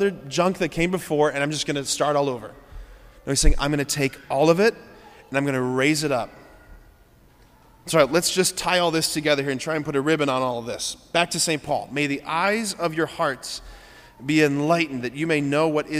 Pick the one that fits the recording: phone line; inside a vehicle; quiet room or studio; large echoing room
large echoing room